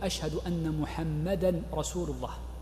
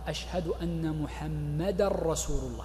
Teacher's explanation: عدم إدغام التنوين في الراء في الشهادة الثانية · Shown in: first take · فتجده يقول أشهد أن محمدا رسول الله، وهذا خطأ.